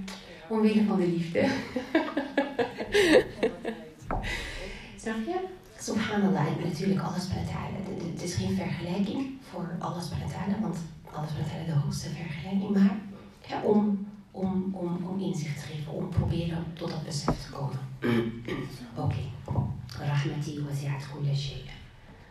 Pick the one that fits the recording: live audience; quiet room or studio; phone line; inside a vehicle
live audience